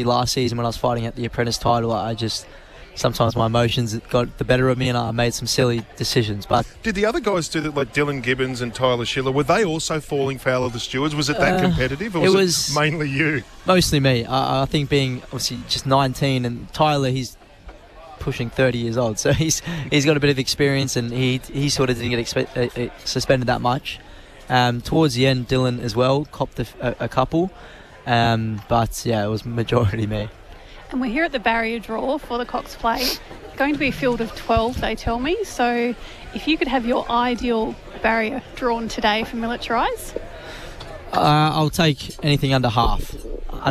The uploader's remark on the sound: live from the Cox Plate barrier draw